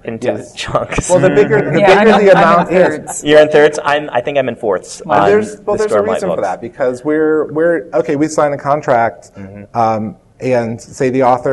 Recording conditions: live audience